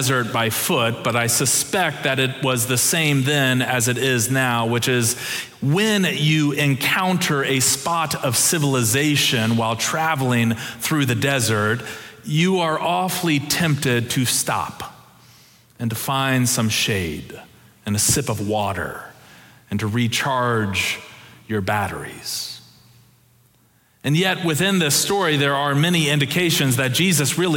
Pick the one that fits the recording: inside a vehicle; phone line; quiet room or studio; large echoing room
large echoing room